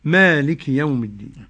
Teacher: عاصم رضي الله عنه، قرأ مالك يوم الدين بمد الميم